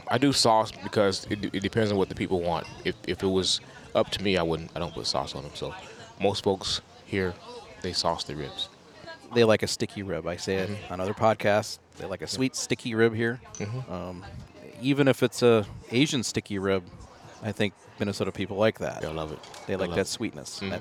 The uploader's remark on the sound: In downtown Farmington at a local restaurant, just blocks from where the rib contest was held.